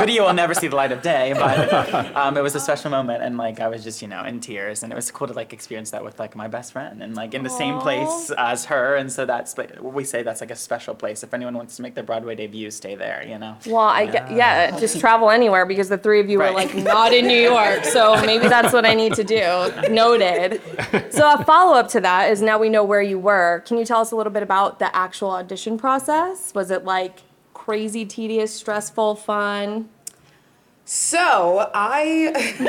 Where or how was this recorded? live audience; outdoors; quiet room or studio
live audience